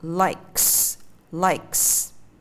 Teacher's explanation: cuối là âm k, là một âm không rung mình đọc là likes likes bây giờ mình sẽ đọc trước